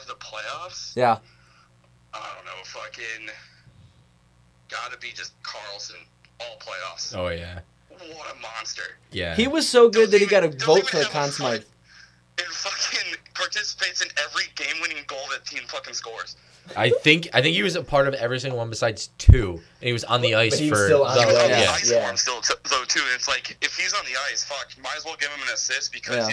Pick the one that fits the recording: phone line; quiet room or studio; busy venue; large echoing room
phone line